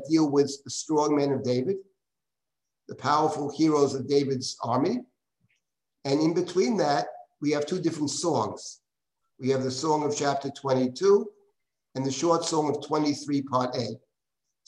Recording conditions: video call